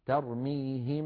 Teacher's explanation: نطقت ميما ساكنة بغنة مطولة